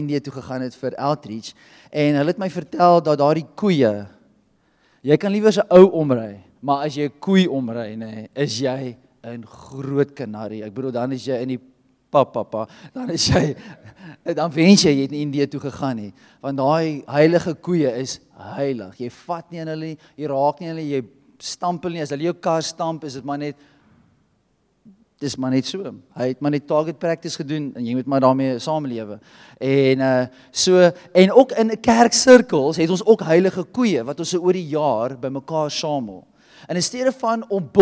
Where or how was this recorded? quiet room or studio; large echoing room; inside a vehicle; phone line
large echoing room